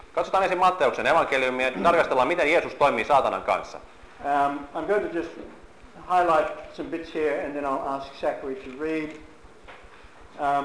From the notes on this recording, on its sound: Seminars from the mission in Helsinki, Finland November, 2011.